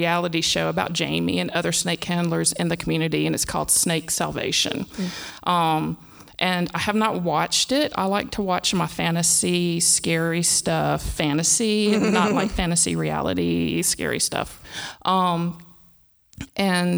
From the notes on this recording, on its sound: LIVE from the PodX convention in Nashville